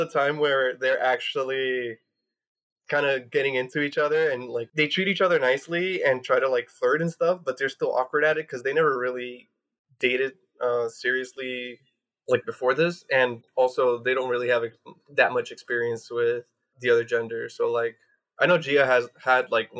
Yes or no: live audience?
no